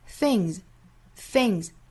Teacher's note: things 尾部是浊辅音